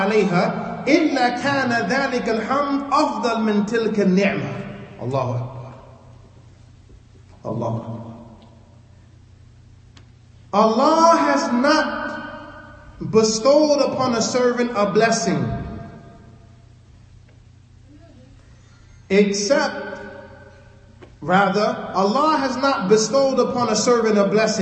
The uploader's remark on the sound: Lecture given at Masjid Nur Allah, Queens, NY